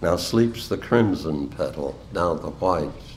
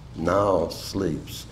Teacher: The keynote term is now, which in consequence, though it lacks a metrical stress, invites an intonational stress. · Shown in: second take